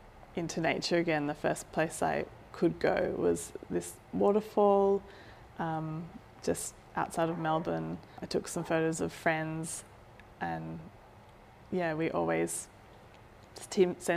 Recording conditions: sounds in the background